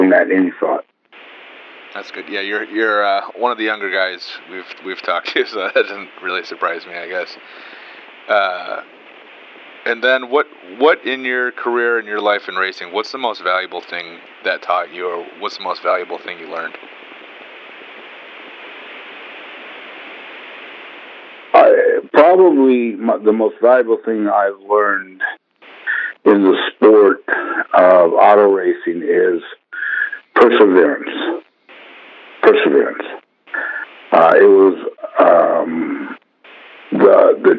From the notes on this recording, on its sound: This interview was recorded during the early stages of Autoweek’s podcast, so ignore the format and interview recording quality.